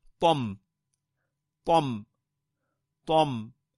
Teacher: So it's not a fatha, we don't say toma. It's not a dhamma, we don't say tomu. It's not a kasra, we don't say tomi. Rather, we just stop on it.